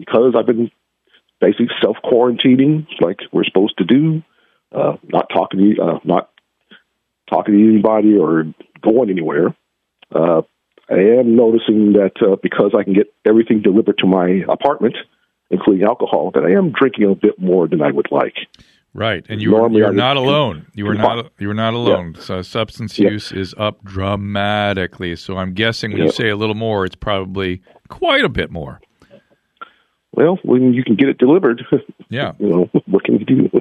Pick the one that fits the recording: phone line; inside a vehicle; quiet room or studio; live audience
phone line